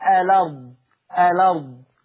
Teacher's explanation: اولا النقل ده الغرض منه او الهدف منه التخفيف، ان انا بتحذف الهمزه للتخفيف وباخد الحركه اللي على الهمزه وتوضع على الساكن اللي سابق للهمز. فكلمه الارض اللام ساكنه بعدها همزه، تحذف الهمزه واخد الفتحه اللي عليها واحطها على اللام